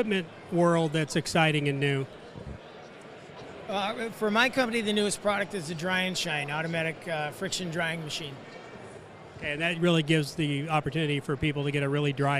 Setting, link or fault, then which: setting, busy venue